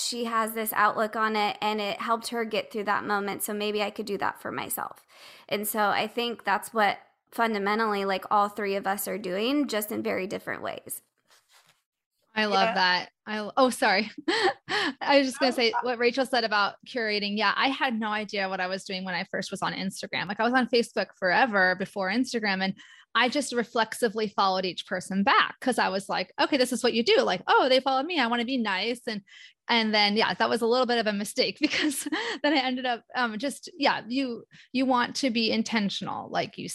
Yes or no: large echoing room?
no